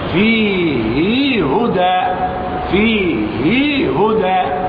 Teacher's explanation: ايوه قبلها ساكن فيه هدى وبعدها متحرك. هذه الهاء الامام ابن كثير القارئ الثاني من القراء العشرة وصلها بياء لفظية